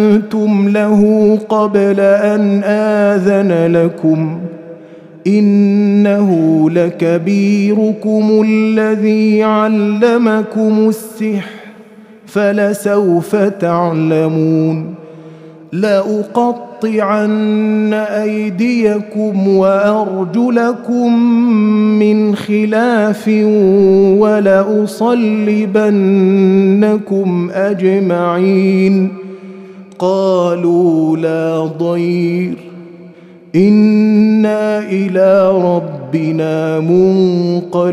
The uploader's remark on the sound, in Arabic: مسجل من صلاة التراويح بمسجد السلام بحي مشرفة بجدة.